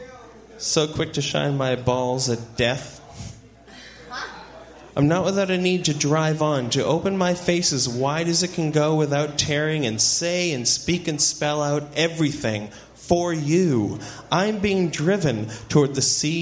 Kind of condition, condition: setting, live audience